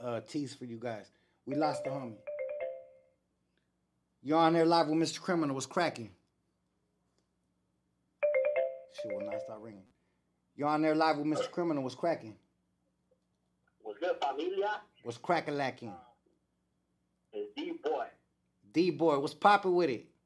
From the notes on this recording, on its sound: Taking phone calls.